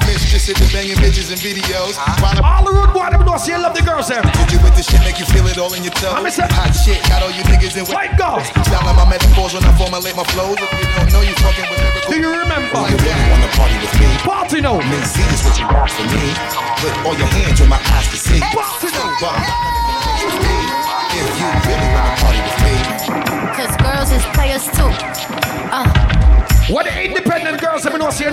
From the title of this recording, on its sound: LIVE at AFTEEZ